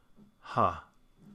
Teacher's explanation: Using the breath, getting a fully voiced sound in just that little burst. · Term: touch of sound